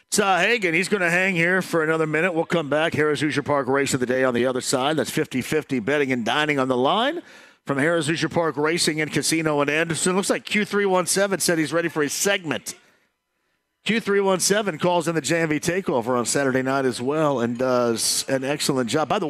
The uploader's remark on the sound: live this Friday from Walk Ons